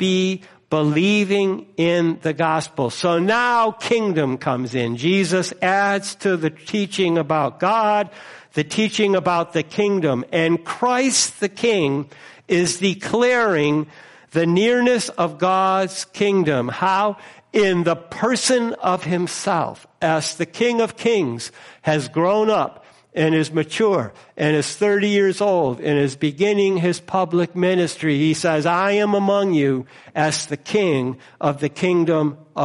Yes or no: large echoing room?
yes